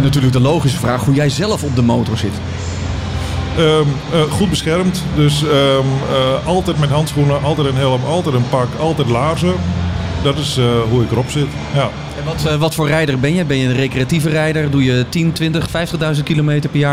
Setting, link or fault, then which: setting, busy venue